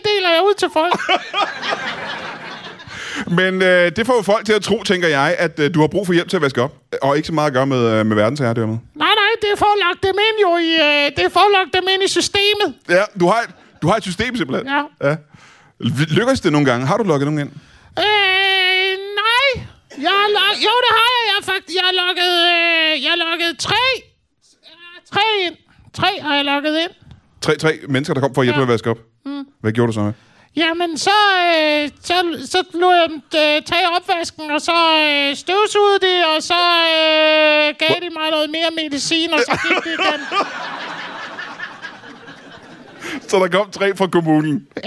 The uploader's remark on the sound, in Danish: LIVE fra HCA Comedy Festival